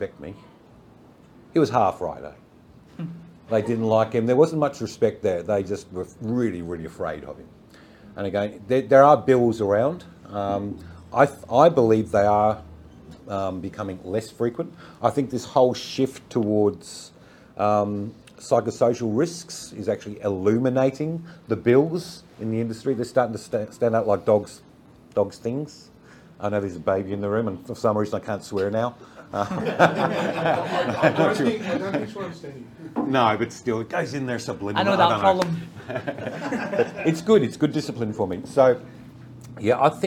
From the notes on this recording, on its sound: Live at the Brisbane Safety Differently Bookclub. This is the live recording of that session at the Brisbane Safety Differently book club.